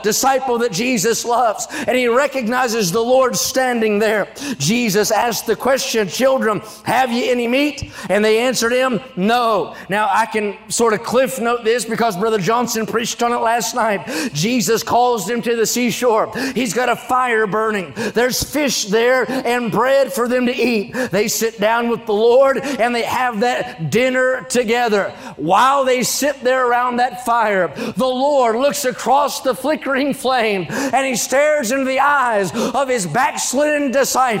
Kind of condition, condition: setting, live audience